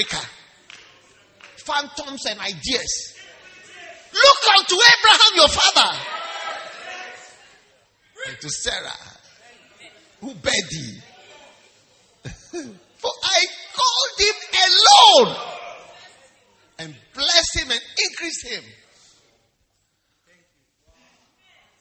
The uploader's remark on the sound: Preached at the Wisdom Impartation Service.